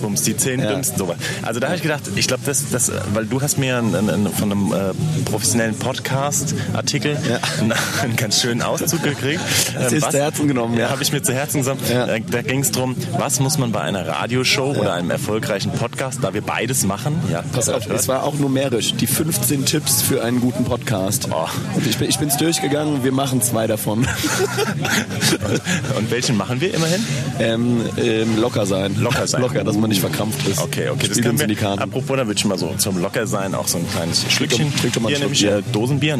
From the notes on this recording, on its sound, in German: auf dem Open Flair Festival in Eschwege unterwegs